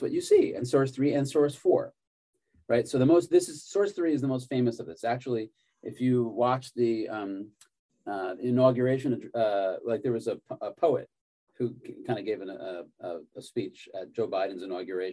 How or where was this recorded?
video call